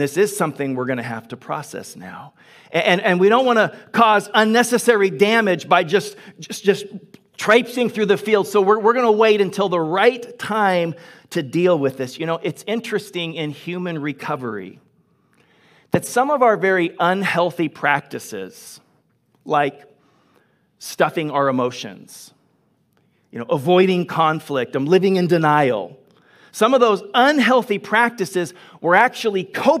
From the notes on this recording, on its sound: Delivered on 26 September 2021 at Grace Church of La Verne .